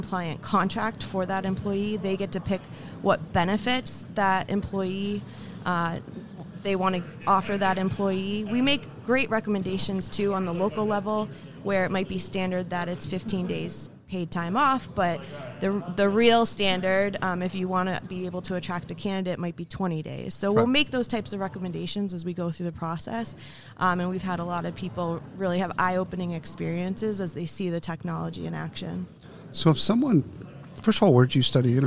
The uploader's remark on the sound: Live from SHRM 2022